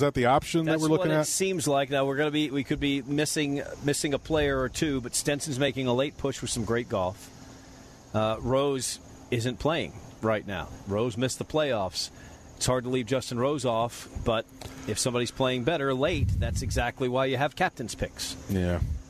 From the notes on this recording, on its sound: Tour Championship at East Lake. Live from East Lake for the final round of the Tour Championship.